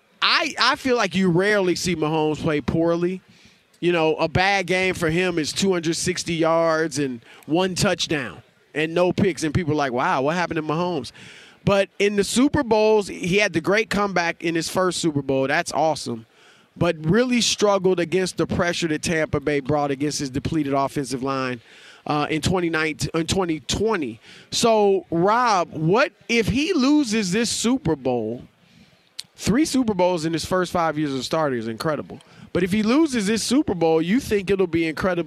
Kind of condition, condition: setting, busy venue